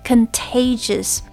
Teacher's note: the accent is on the second syllable